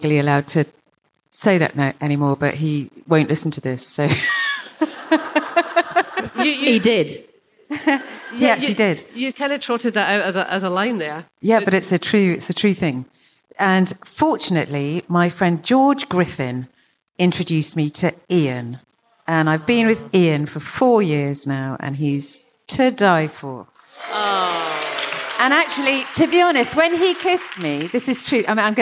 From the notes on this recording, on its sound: Today's podcast was recorded live at the Gilded Balloon from the Edinburgh Festival.